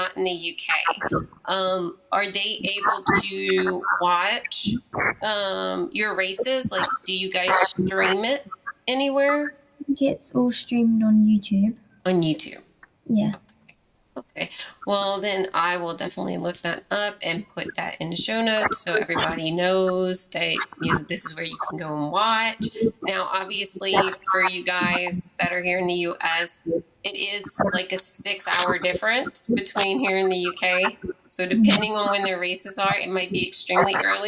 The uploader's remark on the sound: This podcast episode has many sound issues which I'm not proud of. My mic had some weird feedback and due to my limited resources, I was not able to get this professionally fixed. Her parts sound great but my parts, not so much.